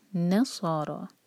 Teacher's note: صاد بھی ہیوی اور را بھی ہیوی، لیکن نہ لائٹ